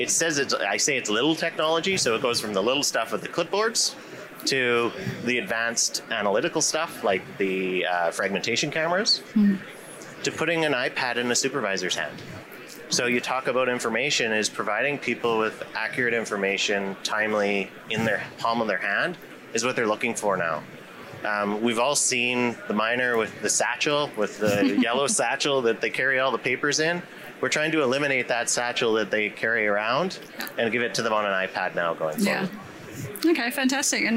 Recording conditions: busy venue